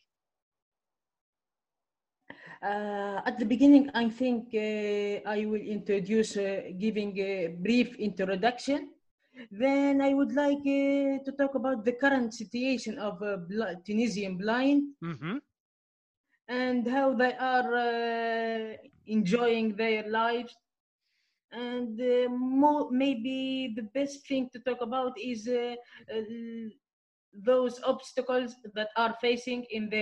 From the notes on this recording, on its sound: my first episode that I ever recorded, using, “Zoom